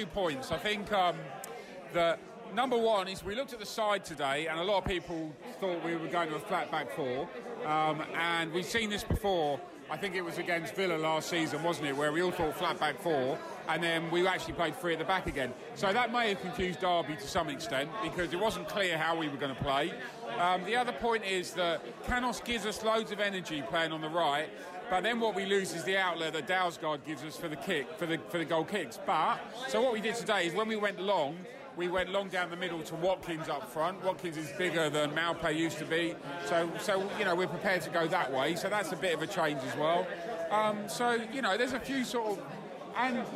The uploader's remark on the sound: post-match podcast from the pub